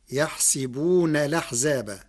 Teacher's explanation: قرأ ورش كلمة يحسبون بكسر السين فتصير يحسبون الأحزاب، مع نقل حركة الهمز إلى الساكن قبلها مع الحذف، والفتح والكسر في السين لغة العرب.